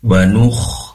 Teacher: pastikan sifat rikhwah atau rokhwah, yaitu mengalirnya suara. Wa nukh, alirkan tanpa ditahan.